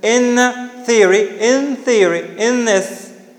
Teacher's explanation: It becomes dental sound before TH